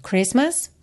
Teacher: a gente não pronuncia o T do meio, tá? Vai direto do S pro M.